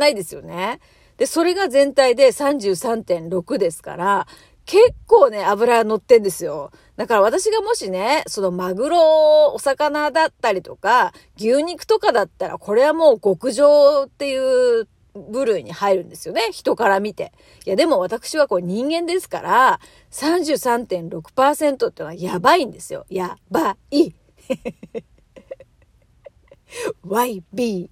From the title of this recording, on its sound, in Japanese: 暗い車の中からトーク